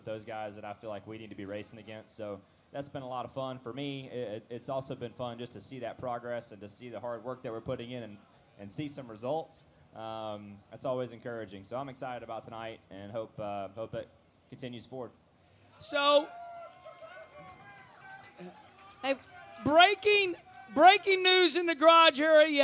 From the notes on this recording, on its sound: At Trackside Live at Bristol Motor Speedway